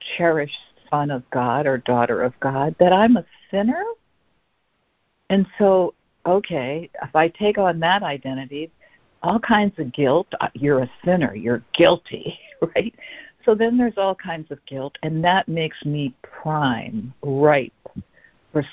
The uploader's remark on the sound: ACIM Daily Conference Call.